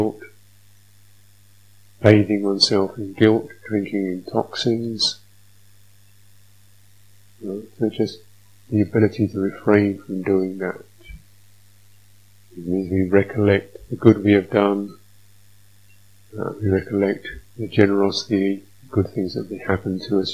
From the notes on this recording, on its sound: sound quality issues